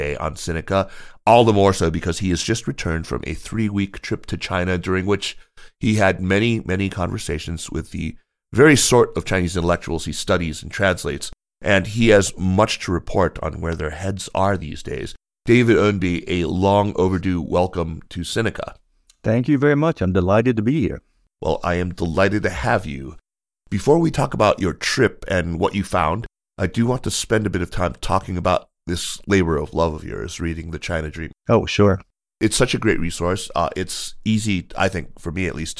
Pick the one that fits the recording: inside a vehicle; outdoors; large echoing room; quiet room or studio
quiet room or studio